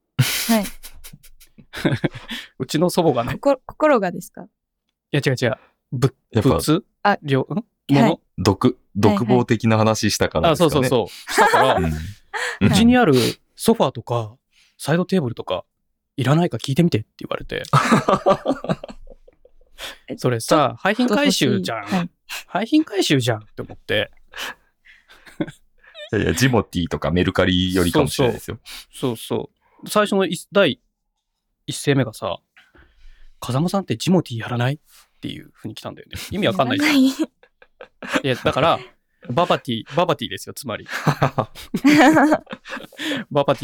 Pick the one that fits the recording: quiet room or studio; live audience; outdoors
quiet room or studio